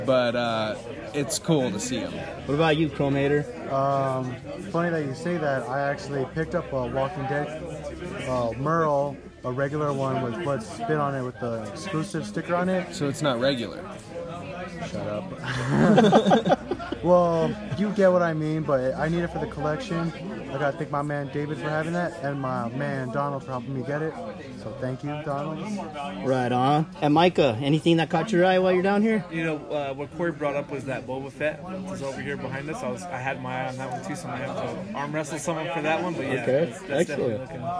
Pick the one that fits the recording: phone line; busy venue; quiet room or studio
busy venue